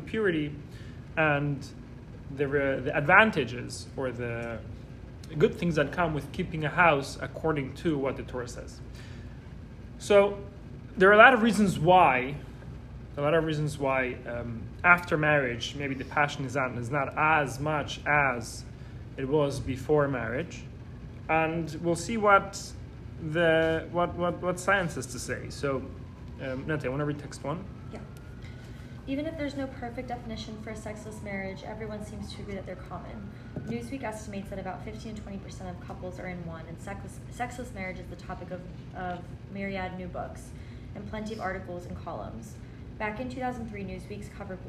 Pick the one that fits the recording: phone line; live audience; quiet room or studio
live audience